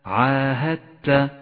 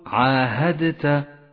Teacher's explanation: كما هو الحال بين حرف الدال وحرف التاء في كلمة عاهدت ندغم الدال بالتاء فتسقط الدال من اللفظ · Shown in: first take · Term: الإدغام المتجانس